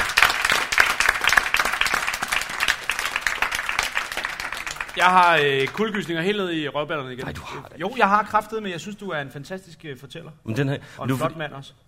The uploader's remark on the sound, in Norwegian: Live på Skipperlab